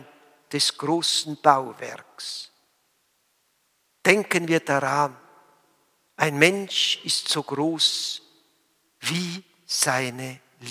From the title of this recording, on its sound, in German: Gottesdienst Palmsamstag 27.03.2021